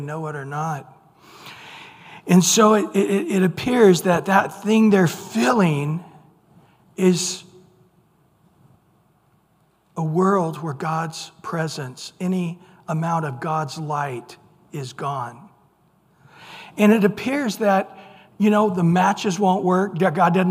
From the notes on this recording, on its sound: Recorded at Calvary Chapel of Los Alamitos on April 26 2023 - Wednesday evening sermon. Recorded at Calvary Chapel of Los Alamitos on April 26 2023 - Wednesday evening sermon.